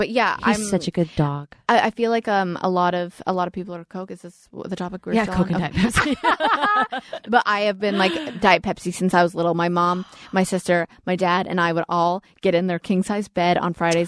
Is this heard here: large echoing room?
no